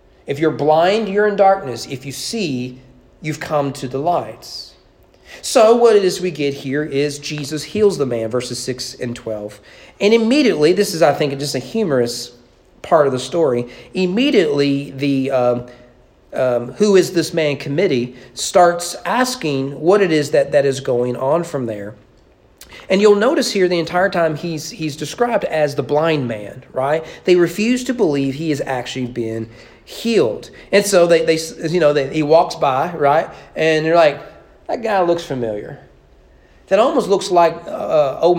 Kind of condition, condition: setting, large echoing room